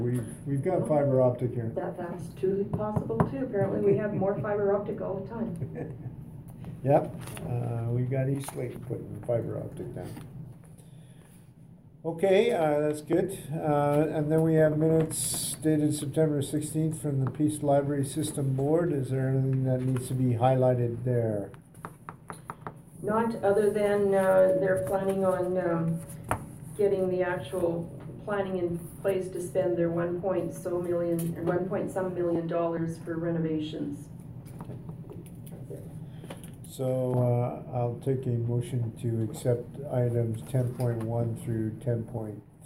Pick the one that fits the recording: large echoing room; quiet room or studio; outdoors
large echoing room